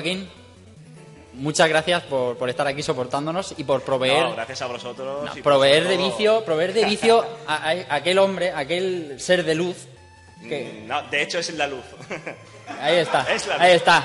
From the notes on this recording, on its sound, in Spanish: Directo RetroAlicante. Hemos estado grabando en directo en Retroconsolas en la universidad de Alicante.